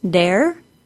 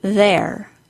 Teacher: I most frequently hear students substitute a D sound for the voiced TH sound. Listen to the difference between the words D-A-R-E, dare, and there.